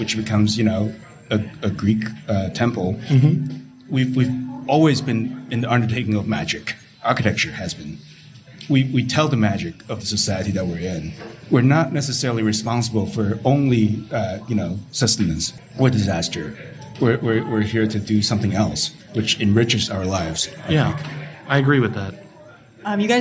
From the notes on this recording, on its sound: Panel discussion. Recorded live at Jai & Jai Gallery in Los Angeles, part of Archinect's first live-podcasting series, Next Up.